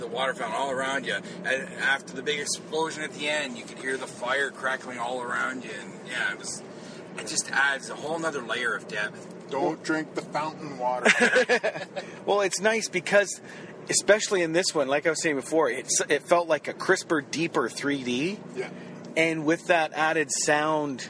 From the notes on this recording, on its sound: Take the show on the road and go see Guardians of the Galaxy at a super awesome theater then record their thoughts on the flick on the drive back home.